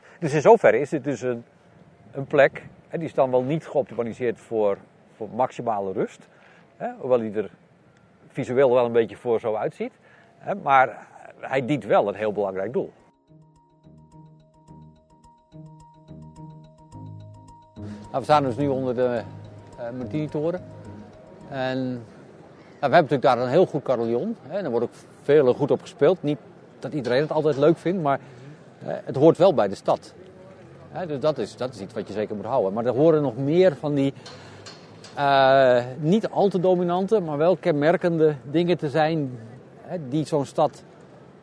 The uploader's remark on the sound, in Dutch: Neemt ons mee in een soundwalk door de binnenstad van Groningen.